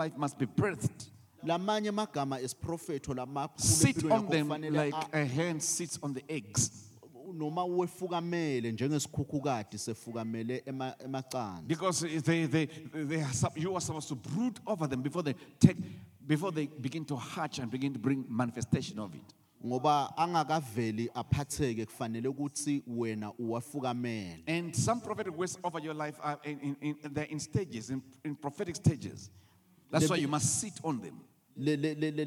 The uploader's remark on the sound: The Message Was Recorded Live at The Apostolic Hub.